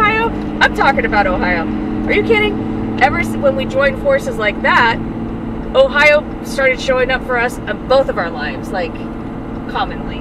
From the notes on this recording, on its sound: Driving Oregon to Montana on a shitty road.